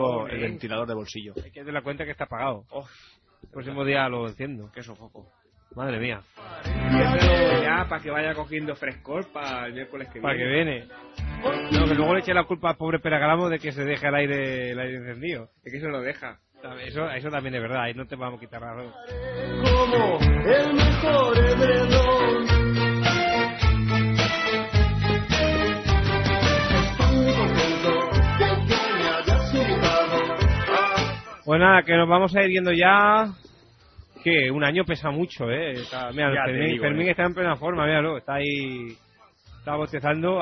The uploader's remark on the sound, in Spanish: Lo celebramos con las grabaciones, llamadas y chats en directo de la audiencia.